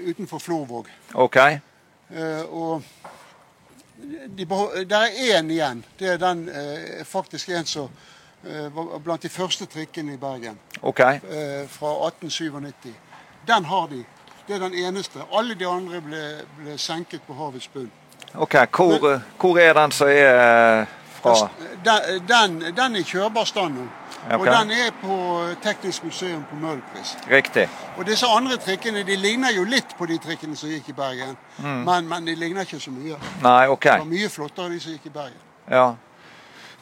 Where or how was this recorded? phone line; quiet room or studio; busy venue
busy venue